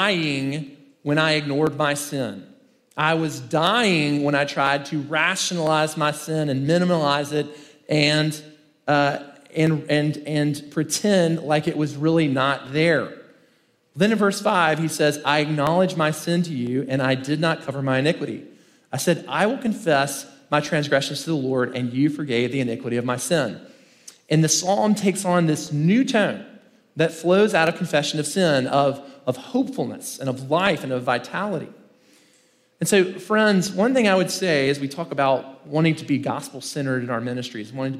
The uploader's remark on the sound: In this first main talk from the Rooted 2023 conference in Franklin, Tennessee